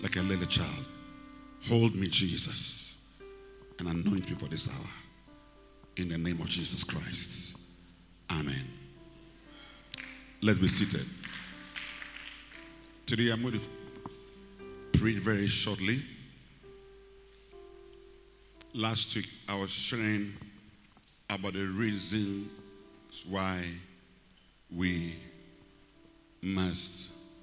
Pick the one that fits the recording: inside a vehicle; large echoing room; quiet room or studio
large echoing room